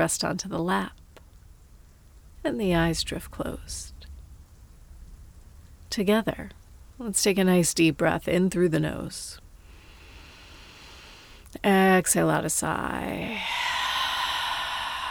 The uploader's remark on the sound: I wrote this meditation alongside the perfectly captured thunderstorm